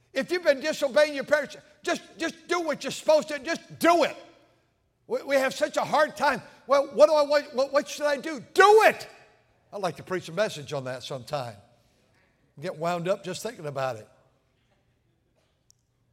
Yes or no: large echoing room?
yes